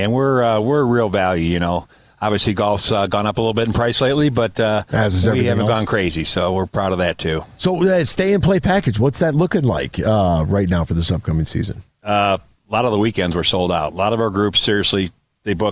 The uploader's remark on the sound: Live from the Toledo Golf Show at Sylvania Tam-O-Shanter.